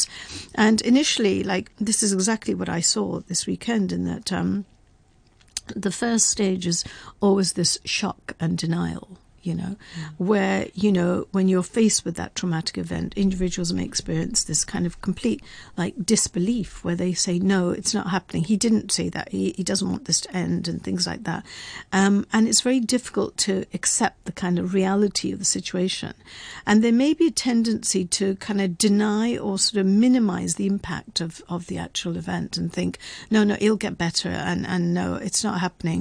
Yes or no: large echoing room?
no